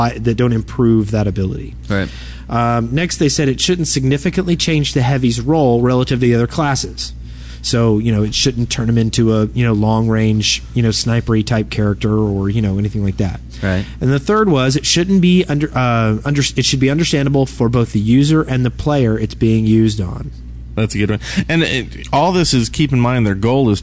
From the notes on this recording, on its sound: We had a blast and managed to record a CP episode right in the middle of the convention floor. Podcasting live from Play On Con in Birmingham Alabama over the 4th of July weekend. We had a blast and managed to record a CP episode right in the middle of the convention floor.